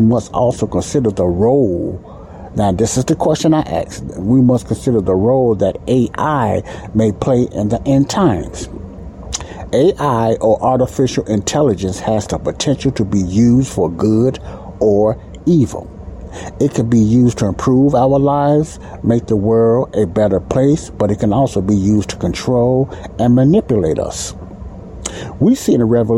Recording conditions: background noise